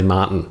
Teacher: I've noticed that people really don't enunciate the T properly. They swallow the T